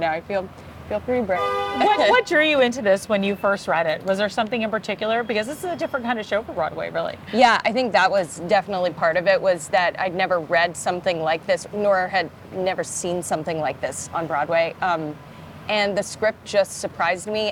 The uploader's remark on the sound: In a short and sweet interview right outside Broadway's Lyceum Theatre